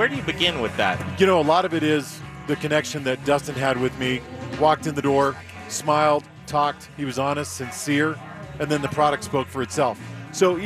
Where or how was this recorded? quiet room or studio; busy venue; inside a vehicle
busy venue